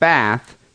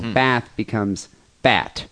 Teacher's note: The pronunciation of the TH in the word bath as just a T. So bath becomes bat.